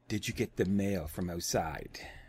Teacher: The upward intonation denotes a question, the monotone one denotes a statement, and a downward intonation denotes a command. You can issue a command hidden as a question by intoning down at the end instead of the expected up.